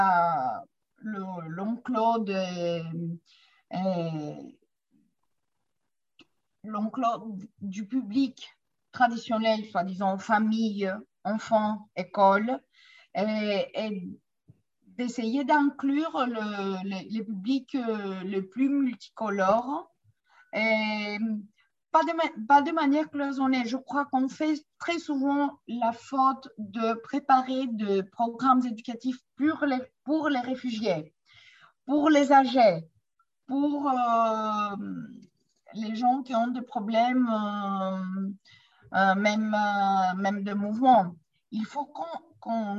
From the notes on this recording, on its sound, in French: Séance enregistrée sur Zoom.